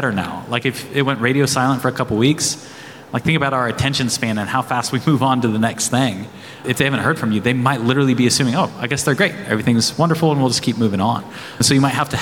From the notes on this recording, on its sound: In this live event recording